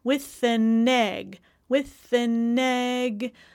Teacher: And then take that with and go to your a and an with an with and I could reduce it to schwa with an with an also that n leading into the e in egg · Term: linking